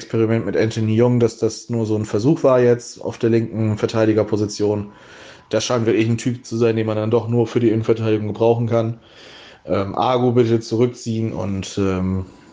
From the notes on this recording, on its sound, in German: Aufgezeichnet am 29.07.2021 via Skype